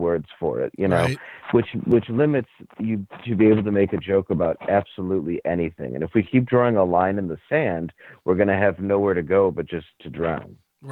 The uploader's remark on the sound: called